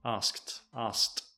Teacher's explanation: When we speak naturally, we are more likely to say asked. Asked. We do not pronounce the K, or we pronounce it very, very lightly.